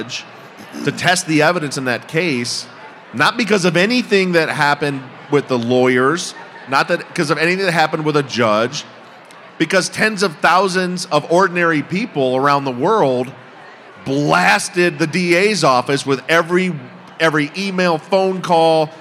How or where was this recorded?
live audience